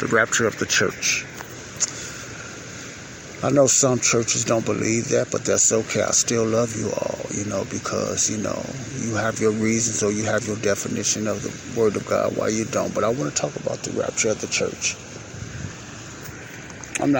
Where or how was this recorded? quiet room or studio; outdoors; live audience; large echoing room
outdoors